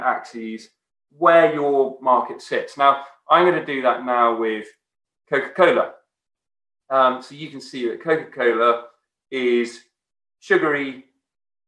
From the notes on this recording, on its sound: This podcast is a recording of a Beyond Radley event - virtual talks by experts from the Radley community.